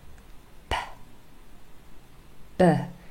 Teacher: So p and b are what we called bilabial sounds, and bilabial really means that they are formed with both lips closed